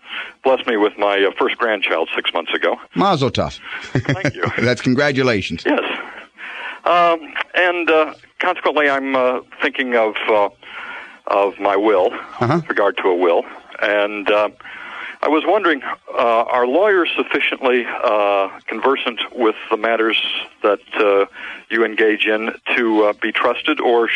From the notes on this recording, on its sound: Financial planning call-in show.